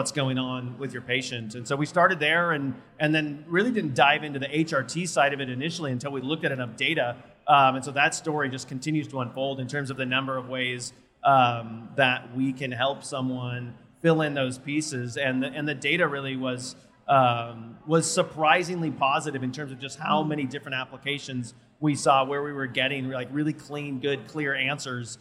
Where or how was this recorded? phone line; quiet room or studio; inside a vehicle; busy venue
busy venue